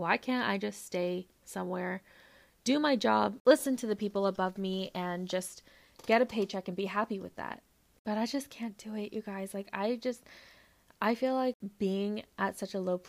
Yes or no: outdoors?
no